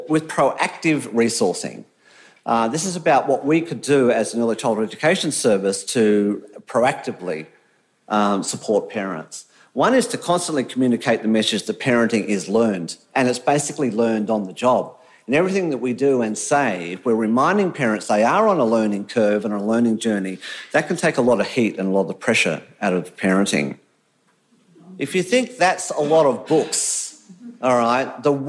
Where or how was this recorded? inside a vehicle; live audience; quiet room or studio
live audience